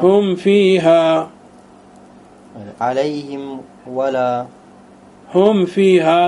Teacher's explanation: وتكون الميم أشد إظهارا عند الفاء والواو · Term: الإظهار الشفوي